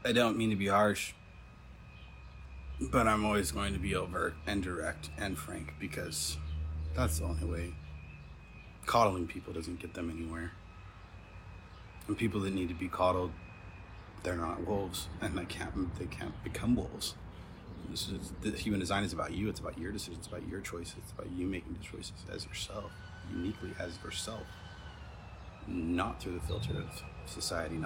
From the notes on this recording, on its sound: Instagram live from May 2021